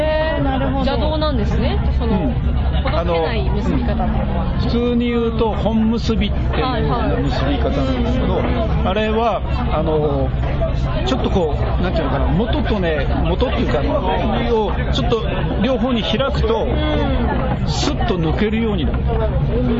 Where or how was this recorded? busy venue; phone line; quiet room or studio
busy venue